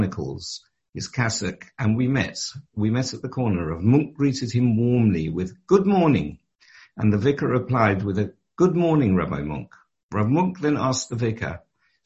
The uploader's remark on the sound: Delivered and recorded over Zoom.